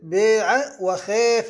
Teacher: تمال الألف نحو الياء، نقول باع وخاف، هيك نقراها، لأن الألف وقعت عينا لفعل